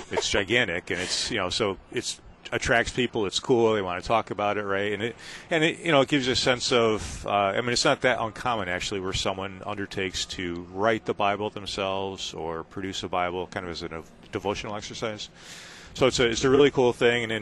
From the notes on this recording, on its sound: Live at LCMSYG: Museum of the Bible. Live at the LCMS Youth Gathering.